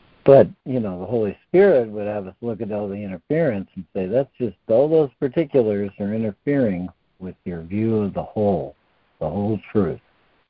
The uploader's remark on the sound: ACIM Daily Conference Call